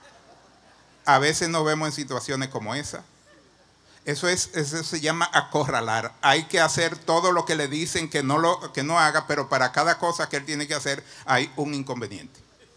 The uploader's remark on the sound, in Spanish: Mensaje grabado en Iglesia Cristiana de Santo Domingo, República Dominicana.